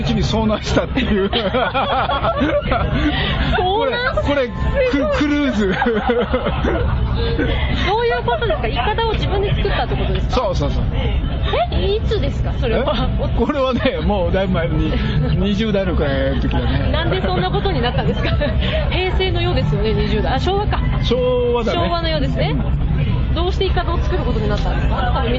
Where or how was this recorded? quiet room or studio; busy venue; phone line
busy venue